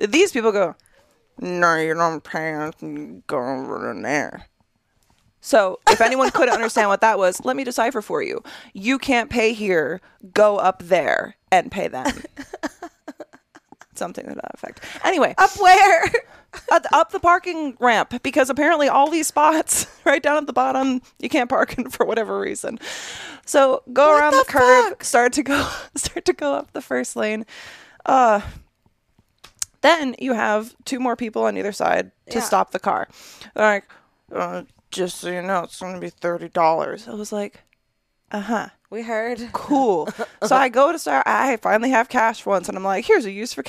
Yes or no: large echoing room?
no